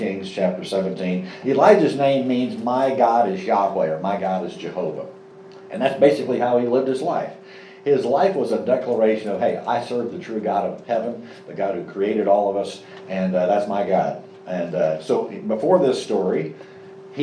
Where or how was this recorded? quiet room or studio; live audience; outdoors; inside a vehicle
live audience